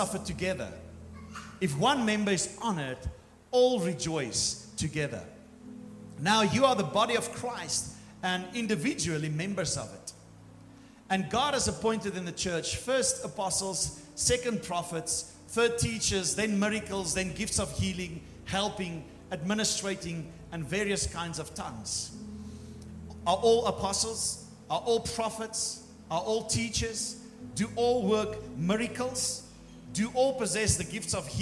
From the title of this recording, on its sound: Morning service 28 January 2024